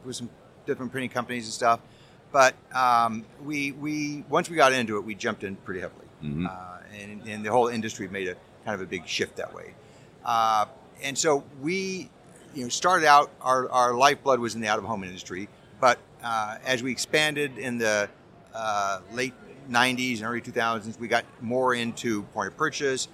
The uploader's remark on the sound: Recorded live at the Printing United Expo.